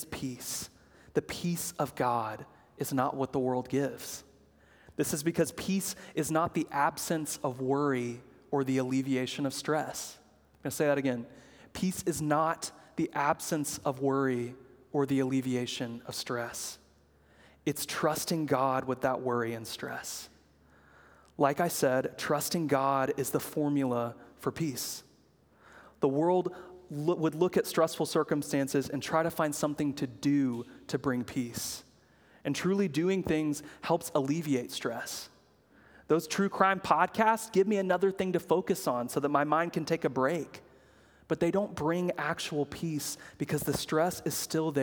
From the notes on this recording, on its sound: preached at Good Shepherd Oak Cliff